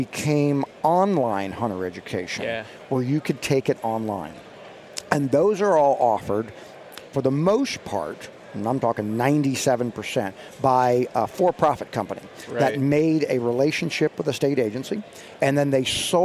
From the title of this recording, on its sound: Live from the Great American Outdoor Show